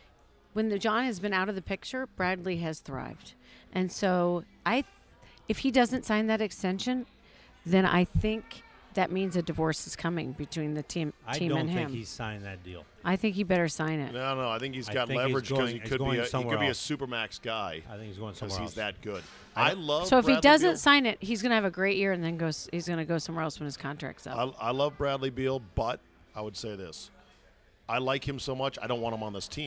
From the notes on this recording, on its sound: Recorded at DC Prime Steakhouse in Ashburn, VA.